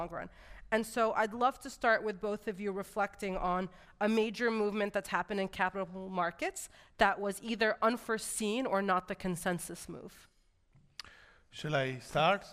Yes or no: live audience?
yes